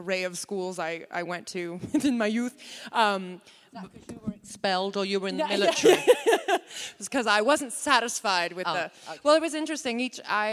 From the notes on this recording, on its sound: Continued coverage from STLV! Interviews from the show floor. The audio from the Women in Trek panel.